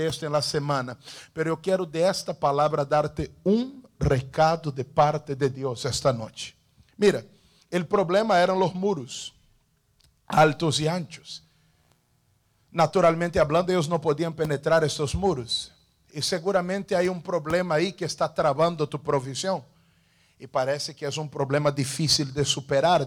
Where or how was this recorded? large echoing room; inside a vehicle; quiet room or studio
large echoing room